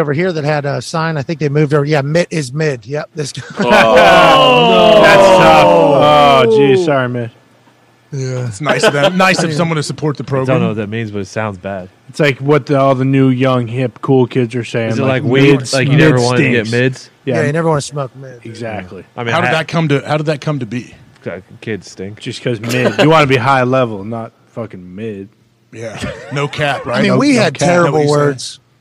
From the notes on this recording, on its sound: live from the set of College GameDay in Jackson, Mississippi